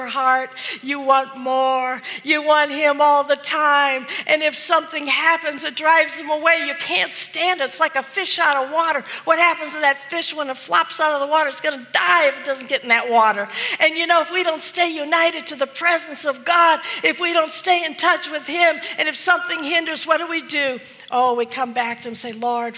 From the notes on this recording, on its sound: This message was preached at the Fredericksburg Full Gospel Fellowship